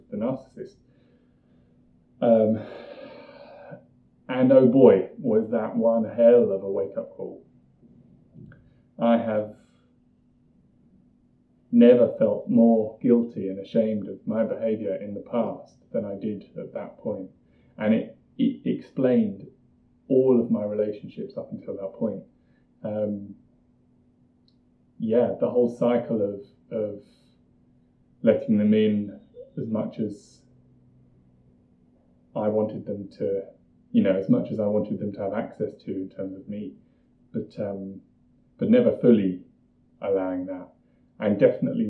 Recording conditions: poor sound quality